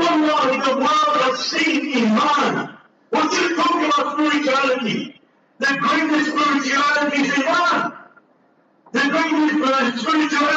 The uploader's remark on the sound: LIVE JUMAH FROM DARUL ULOOM NEWCASTLE